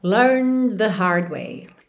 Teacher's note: como a próxima palavra é the, você já junta aqui learn the hard way